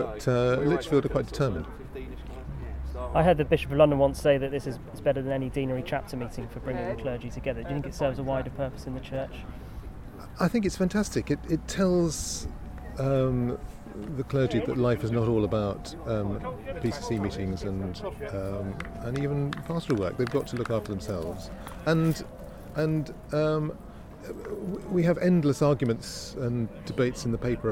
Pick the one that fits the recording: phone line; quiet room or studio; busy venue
busy venue